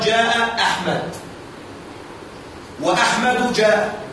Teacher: فهمزة القطع تنطق ابتداء ووصلا، تنطق على الإطلاق